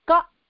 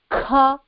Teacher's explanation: ka is alpa prana, kha is maha prana